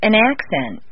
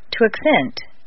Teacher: change the stress from the first syllable for nouns to the second syllable for verbs